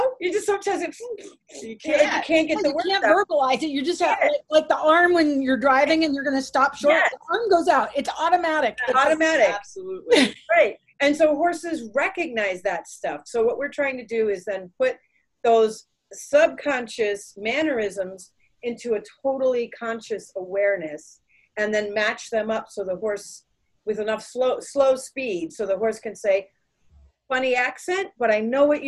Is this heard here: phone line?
no